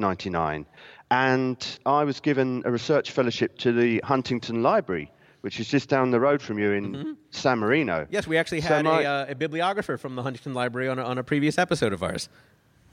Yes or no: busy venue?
yes